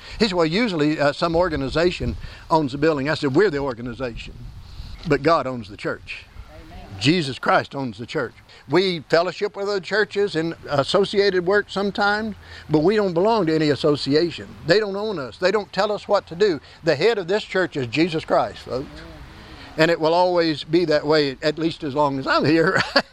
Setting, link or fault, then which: fault, wind noise